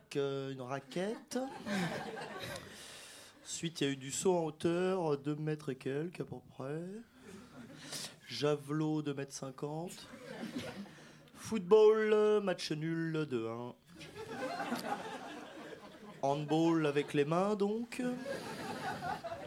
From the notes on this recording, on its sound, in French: Tous les soirs pendant le Festival BROUILLAGE. Enregistre en public une nouvelle saison d'Insolite, en direct de La Loge - Paris XI.